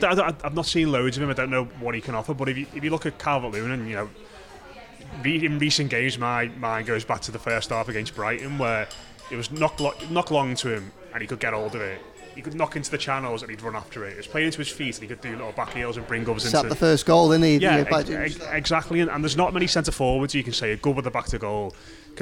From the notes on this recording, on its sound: in Lovelocks Coffee Shop in the heart of Liverpool city centre